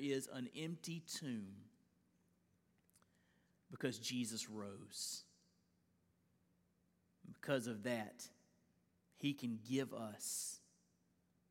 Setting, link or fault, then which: setting, large echoing room